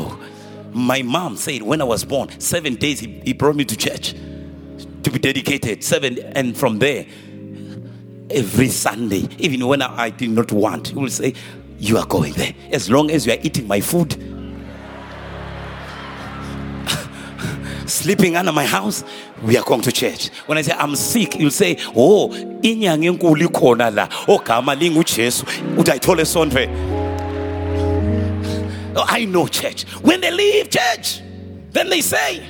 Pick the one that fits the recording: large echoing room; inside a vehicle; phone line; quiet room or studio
large echoing room